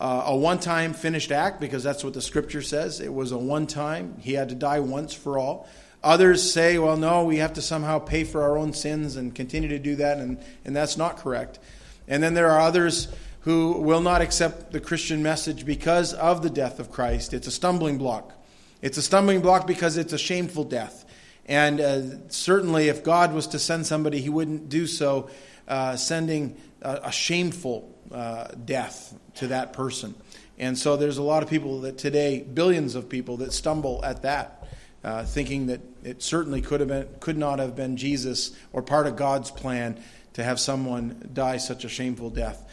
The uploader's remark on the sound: This audio sermon entitled, The Death of Jesus, was delivered at Madawaska Gospel Church on the morning of July 24, 2016.